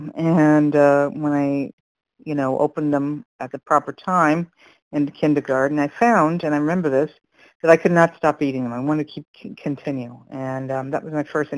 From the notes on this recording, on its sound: from the 100 Pounders Phone Meeting, 11/29/22